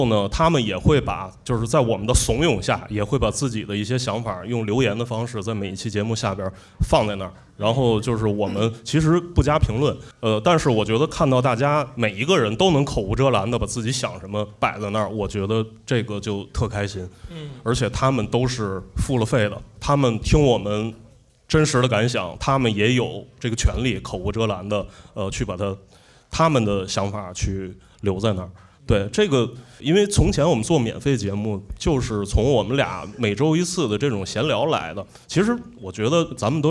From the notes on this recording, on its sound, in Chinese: 我们在北京举办了 音乐·聚我们——首届「播客松」+西海之声7周年聚会 活动。经过修整剪辑过的现场录音内容。现场录音设备协力品牌：Focusrite、RODE 麦克风。